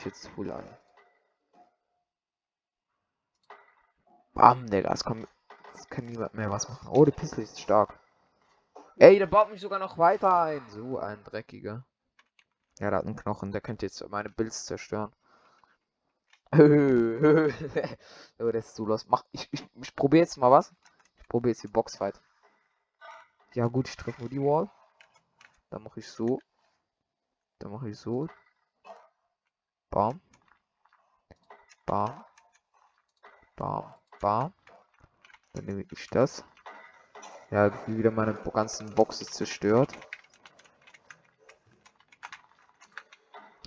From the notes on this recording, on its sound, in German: Richtig schlechte Sound Qualität